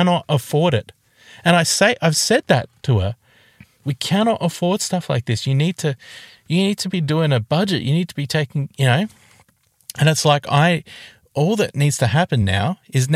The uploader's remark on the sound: Record this episode in a car.